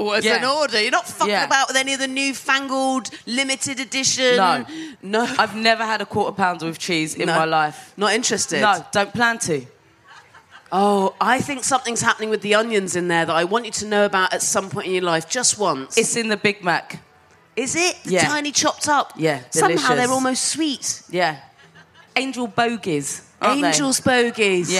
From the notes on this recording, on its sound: Live at Latitude. Recorded LIVE FROM LATITUDE FESTIVAL 2023.